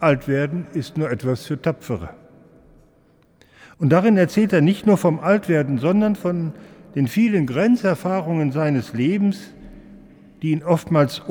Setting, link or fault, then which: setting, large echoing room